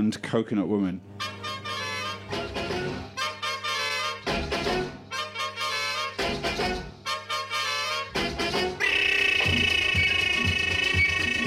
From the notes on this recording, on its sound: BONUS: Green Man Festival (Sunday). Broadcasted from a boggy field in the beautiful Brecon Beacons in Wales on Green Man Festival radio.